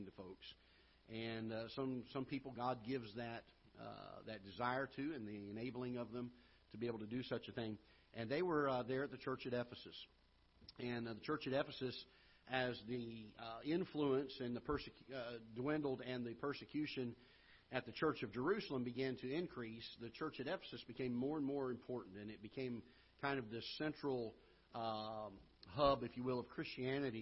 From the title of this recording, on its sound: Ketha Heights Baptist Church ~ Live Broadcast